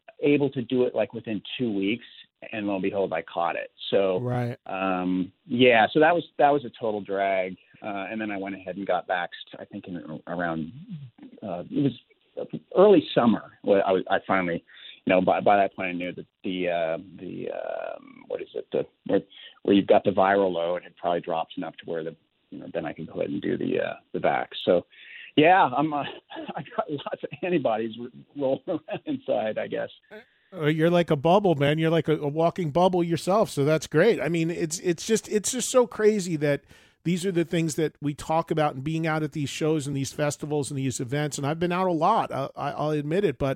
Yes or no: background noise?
no